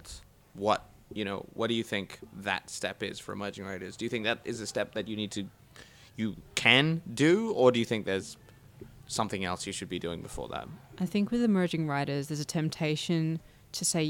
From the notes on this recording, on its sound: Recorded live at the Brunswick Street Bookstore.